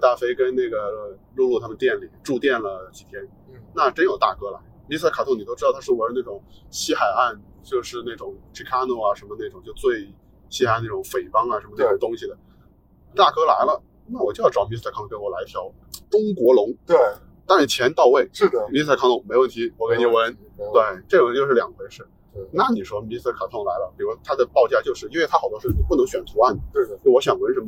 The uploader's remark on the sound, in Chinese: 本期为户外录音，音质不佳敬请谅解。